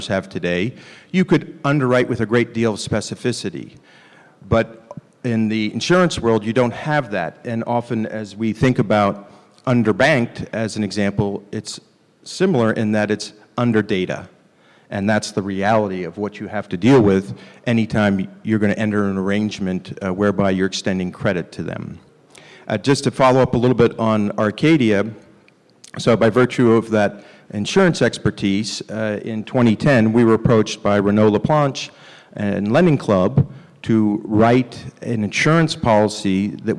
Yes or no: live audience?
yes